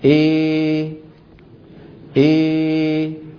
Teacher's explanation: يرفع لسان وسط لسانه أكثر، فيخرج صوت ممزوج بين الألف والياء، فيه ألف وفيه ياء بنسبة واحدة، يعني 50% ألف 50% ياء. · Term: الإمالة الكبرى